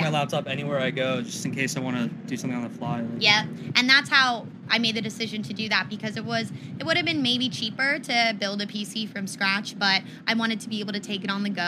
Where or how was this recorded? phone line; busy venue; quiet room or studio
busy venue